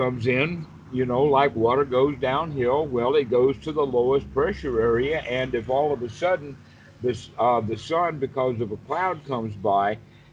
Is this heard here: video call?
yes